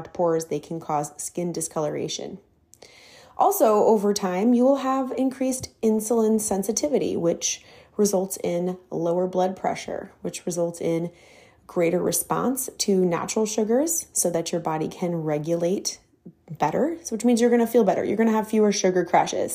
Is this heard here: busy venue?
no